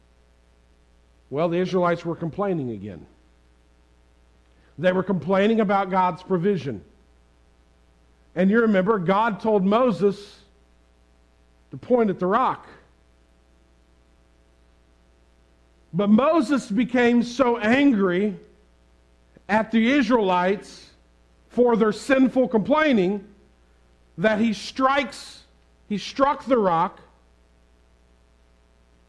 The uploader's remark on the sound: Preached this sermon on Sunday March 13, 2022 at the Tarrant Bible Methodist Church.